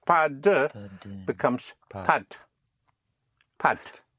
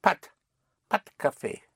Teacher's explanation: you contract and you just touch the consonant and you pull it into the preceding word. In other words, pas de becomes pat.